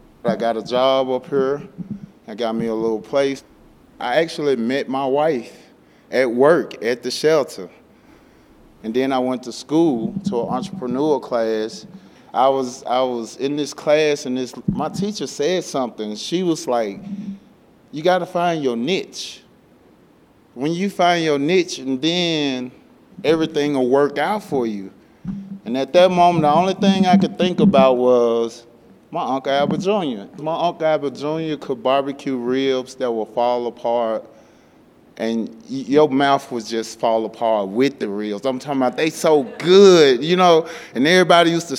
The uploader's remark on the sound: Recorded February 2023 at Rag + Bale in Denver.